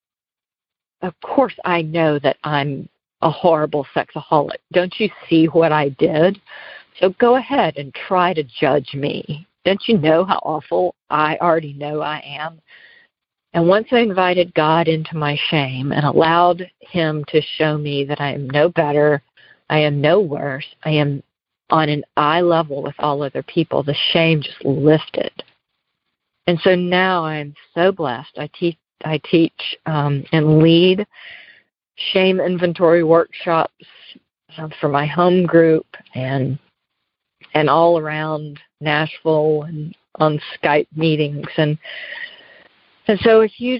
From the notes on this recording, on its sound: Noon Phone Speaker Meeting